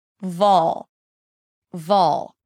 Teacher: it actually sounds like you're putting a neutral O sound or the O as in all before the L sound. · Term: dark L